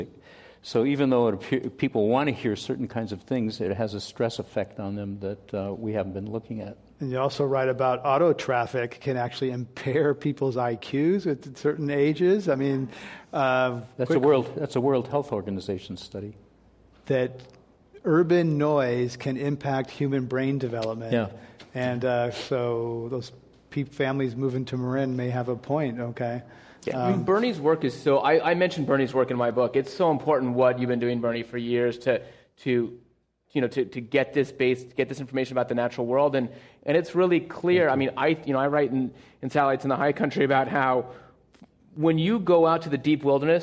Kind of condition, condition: setting, live audience